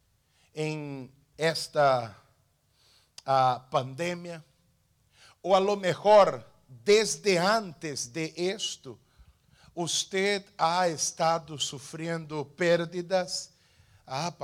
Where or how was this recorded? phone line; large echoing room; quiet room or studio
large echoing room